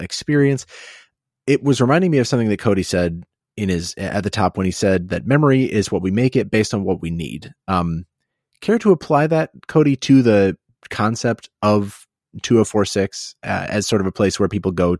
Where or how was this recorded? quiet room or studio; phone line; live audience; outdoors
quiet room or studio